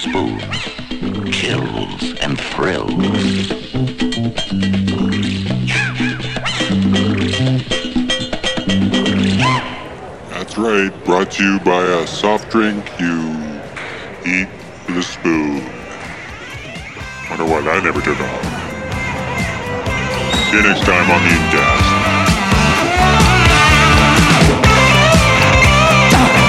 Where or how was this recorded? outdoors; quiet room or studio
outdoors